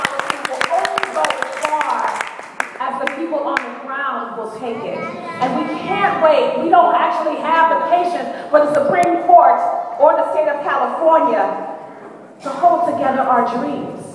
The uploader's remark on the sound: BAJI 5 Year Awards Dinner - Keynote Address. The program also featured live music.